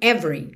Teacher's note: o E do meio não é pronunciado, então você já junta o V no R